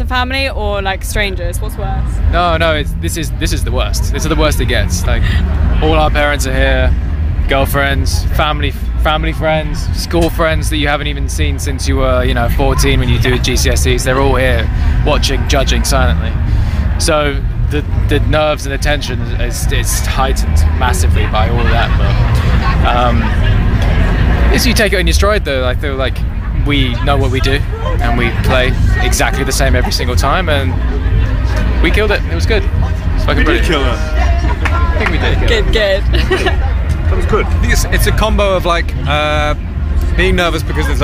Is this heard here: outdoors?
yes